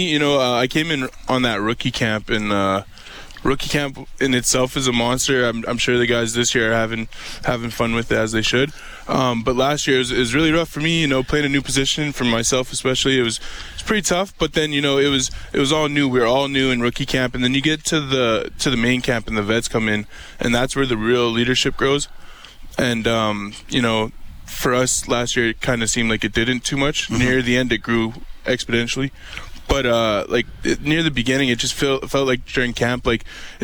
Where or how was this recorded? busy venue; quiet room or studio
busy venue